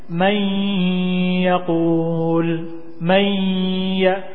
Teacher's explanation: masih tersisa gunnahnya nun sakinah atau tanwin, yaitu ketika bertemu misalnya dengan ya, mayyakul, mayya, tidak dimasukkan secara sempurna mayya, tapi mayya, maka disebut dengan idgham yang naqis atau tidak sempurna.